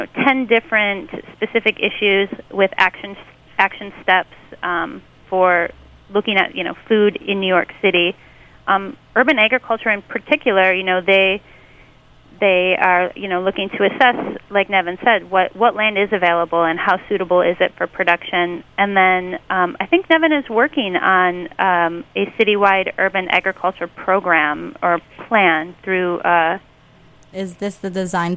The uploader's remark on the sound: on the phones